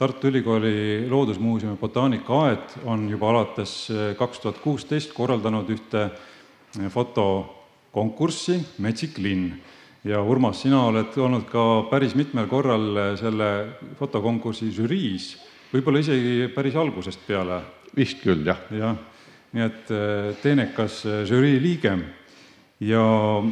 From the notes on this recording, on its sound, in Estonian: Oktoobrikuu saate salvestasime Matsalu loodusfilmide festivalil.